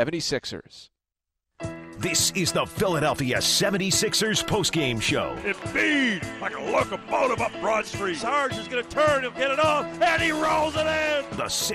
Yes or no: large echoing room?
no